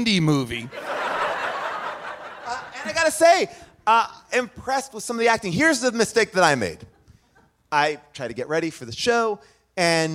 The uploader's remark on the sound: LIVE from Largo in LA